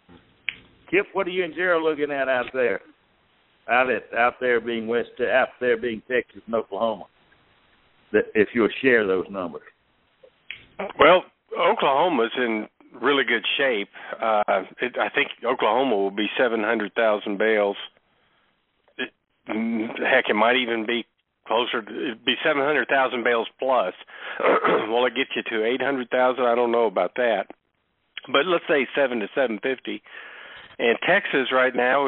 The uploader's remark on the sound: Ag Market Network's Monthly Conference Call